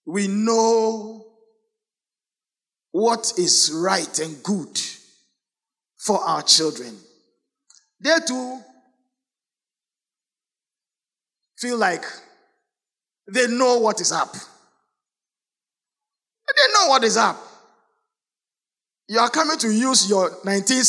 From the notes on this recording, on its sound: Sermon preached at CBC Shiashie Campus